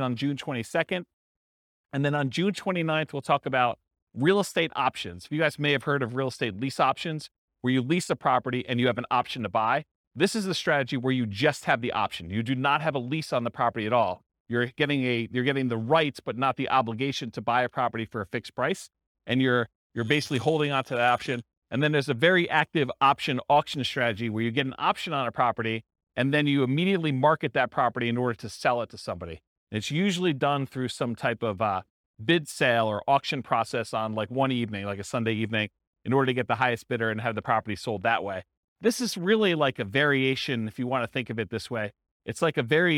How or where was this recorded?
live audience